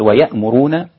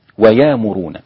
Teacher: شلنا الهمزة وأبدلناها بألف، بدل ويأمرون ويامرون · Shown in: second take · Term: الإبدال